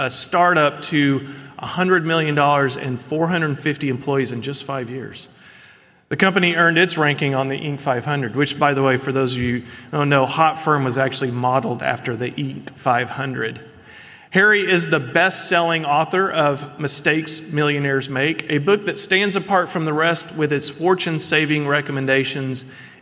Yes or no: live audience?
yes